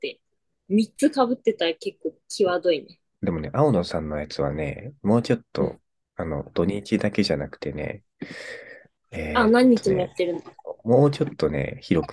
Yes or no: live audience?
no